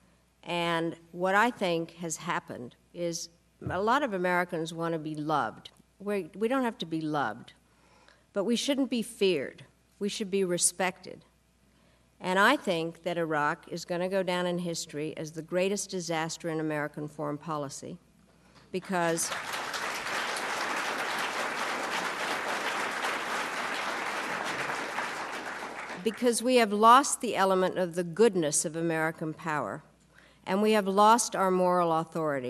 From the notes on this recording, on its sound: to a sold-out audience at The Carter Center